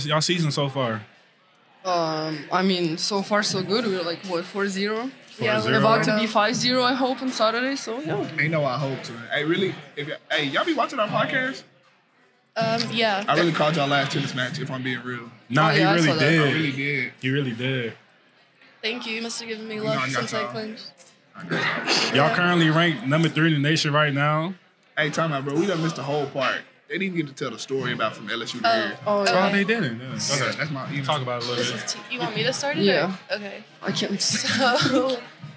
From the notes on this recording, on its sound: With the whole tennis team attending the recording, there might be some other voices you hear chiming in. Recorded at Eskimo Joe's on Thursday, February 1, 2024.